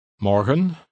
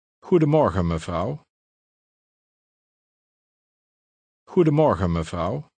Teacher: usually the N is dropped in conversational Dutch · Shown in: second take